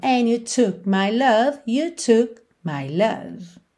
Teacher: esse took você vai reparar que você não ouve a letra K. A letra K também é uma consoante oclusiva que pode aparecer mais, menos ou nada, certo?